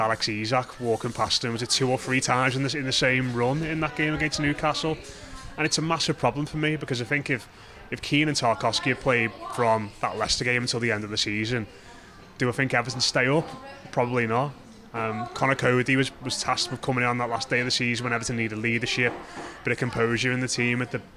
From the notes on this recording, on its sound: in Lovelocks Coffee Shop in the heart of Liverpool city centre